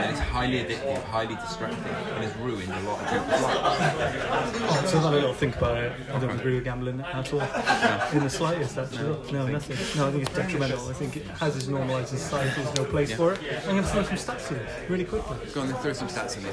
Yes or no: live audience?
yes